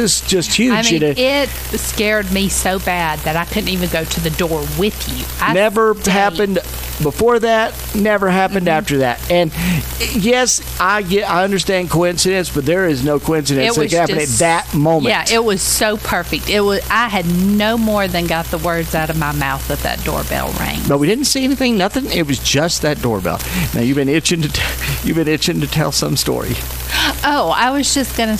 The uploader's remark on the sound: We recorded this episode live at the Mizpah Hotel in Tonopah Nevada.